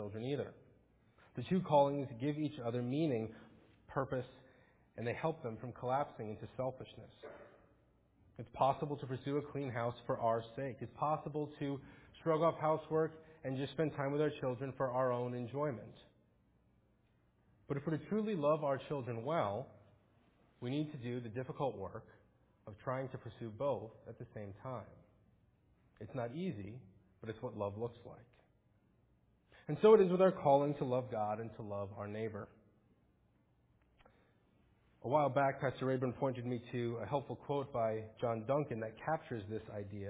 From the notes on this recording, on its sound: Faith Presbyterian Church – Morning Service